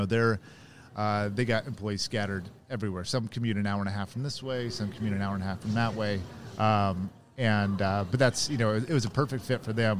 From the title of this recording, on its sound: Live from SHRM 2022